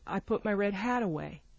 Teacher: Hat. Right, because hat is the last content word of the sentence. · Term: focus word